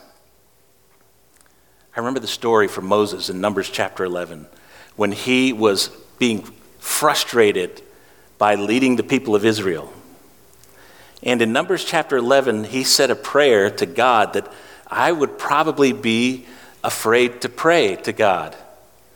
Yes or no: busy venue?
no